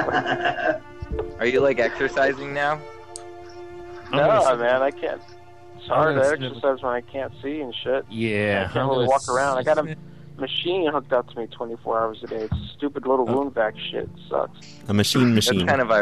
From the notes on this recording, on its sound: Prank Phone Calls